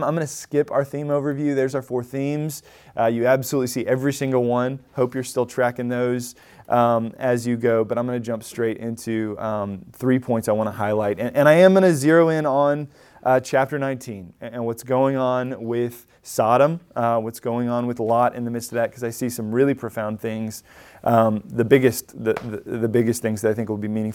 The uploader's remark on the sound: Recorded at Emmaus Church in Buford, GA on Wednesday, February 21, 2024.